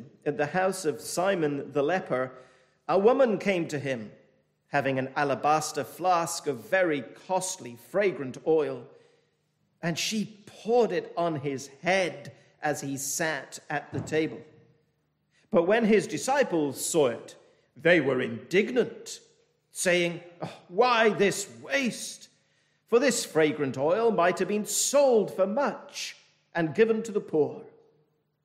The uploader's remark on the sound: This message was delivered over the 221st Church Anniversary weekend from Penzance Baptist Church.